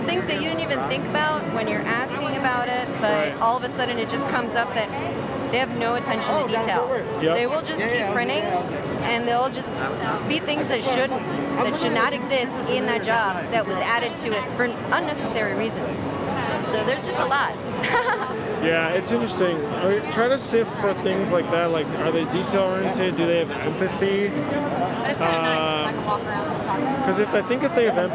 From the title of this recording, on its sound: Live from ISS 2022 In Long Beach